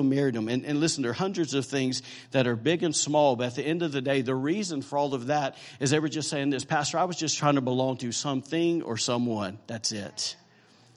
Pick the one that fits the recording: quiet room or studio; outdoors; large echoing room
large echoing room